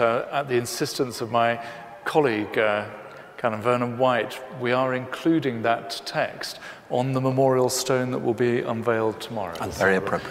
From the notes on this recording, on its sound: To mark the 50th Anniverary of CS Lewis' death in 2013, Westminster Abbey hosted the CS Lewis Symposium. Followed by audience Q&A. Audio used with permission of the Christian Evidence Society.